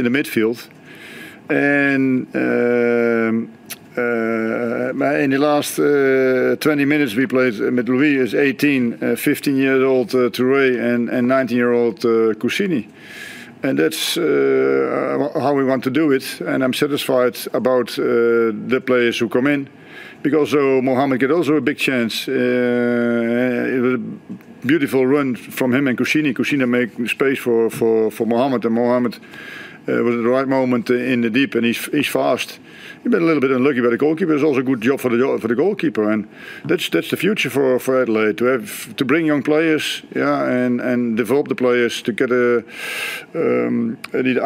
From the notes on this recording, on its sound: Post-Match Press Conference. Hyundai A-League.